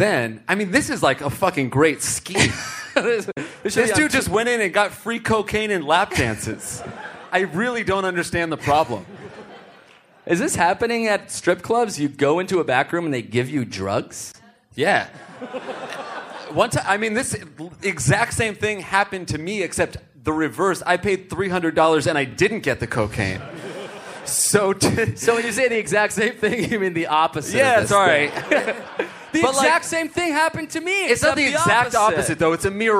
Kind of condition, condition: setting, live audience